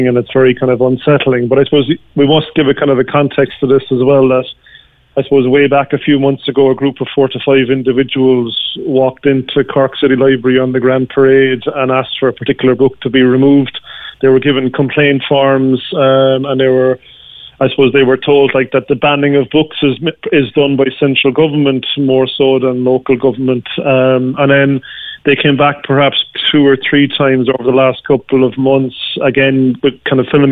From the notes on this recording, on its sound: takes calls with listeners